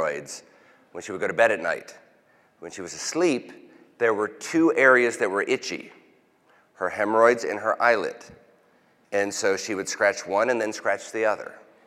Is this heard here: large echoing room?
yes